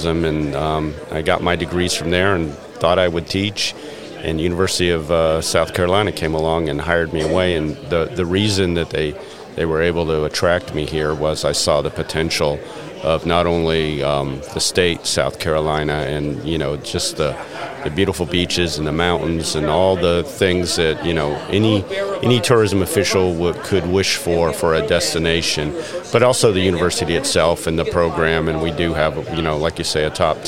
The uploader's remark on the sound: What follows is the second episode in a series recorded at the 2023 South Carolina Restaurant and Hospitality Association Conference in Greenville, South Carolina.